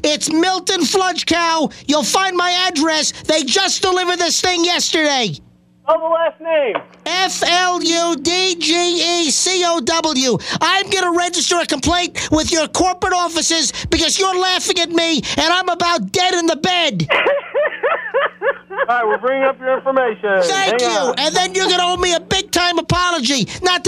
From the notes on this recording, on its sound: Prank Phone Calls